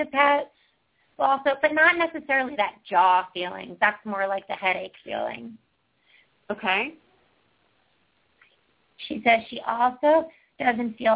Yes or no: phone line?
yes